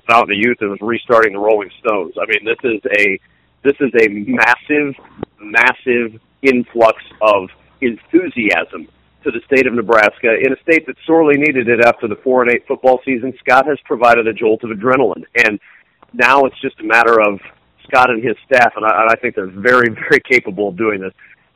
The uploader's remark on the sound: Called in immediately after Purdue's loss to Ohio State.